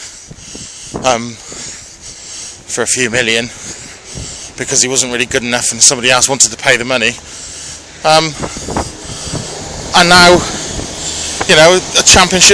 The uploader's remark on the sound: Join me on another walk to work